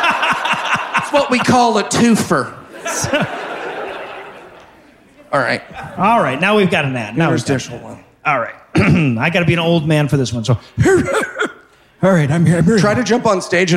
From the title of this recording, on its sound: LIVE from Seattle